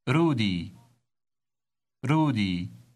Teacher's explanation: Remember to trill the R.